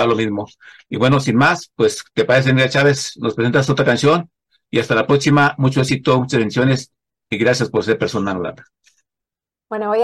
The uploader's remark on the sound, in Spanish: Charlamos via zoom